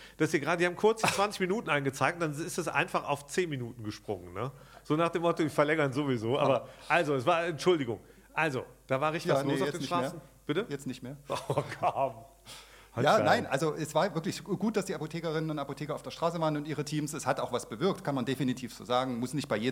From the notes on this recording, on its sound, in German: LIVE von der VISION.A 2023. Gleich zur Eröffnung der VISION.A Zukunftskonferenz am Dienstag im Kino International in Berlin.